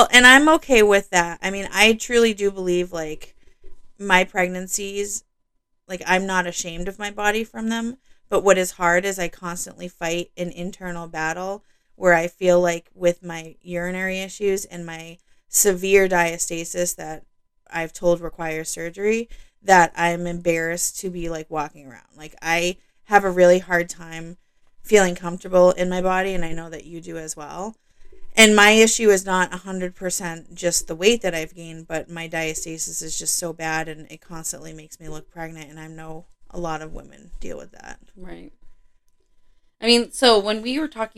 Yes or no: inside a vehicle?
no